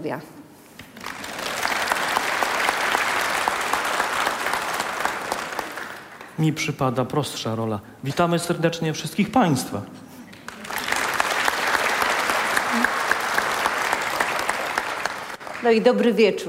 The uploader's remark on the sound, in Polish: Odeskiej 1 wystąpiło sześć chórów i zespołów wokalnych. Przed publicznością.